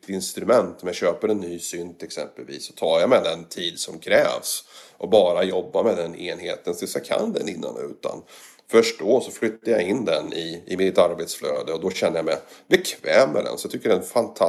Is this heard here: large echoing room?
no